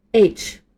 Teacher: 尾音 Ch 发音要轻一些，不要和我们说普通话一样那么强调吃这个音